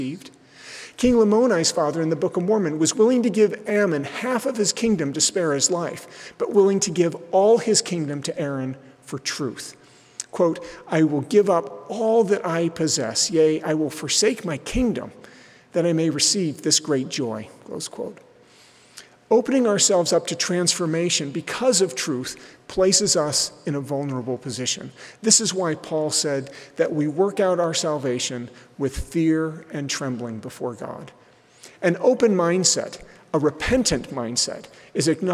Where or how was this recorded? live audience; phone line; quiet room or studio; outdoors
live audience